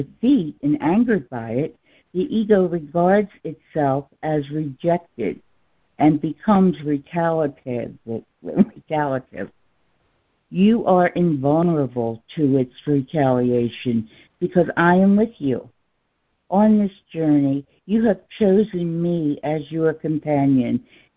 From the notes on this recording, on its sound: ACIM Daily Conference Call.